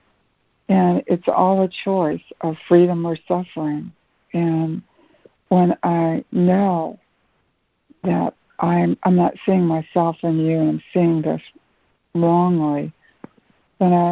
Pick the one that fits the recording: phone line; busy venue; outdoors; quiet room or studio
phone line